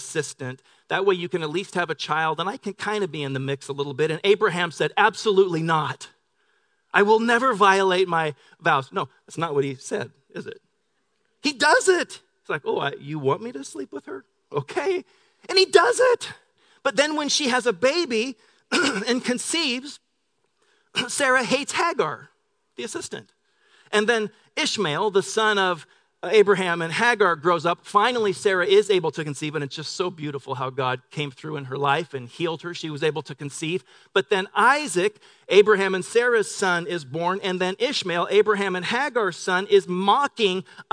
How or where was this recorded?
large echoing room